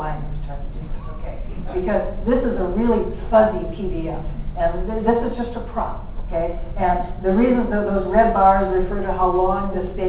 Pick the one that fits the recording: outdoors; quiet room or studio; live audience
live audience